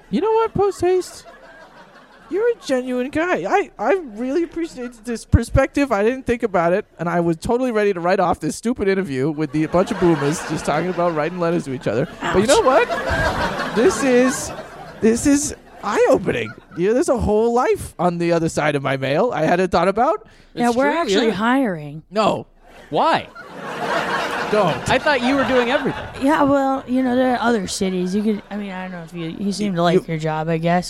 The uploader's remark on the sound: Recorded at Improv Asylum in Boston Massachusetts.